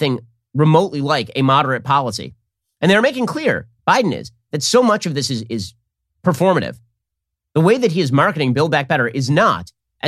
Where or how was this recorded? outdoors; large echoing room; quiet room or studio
quiet room or studio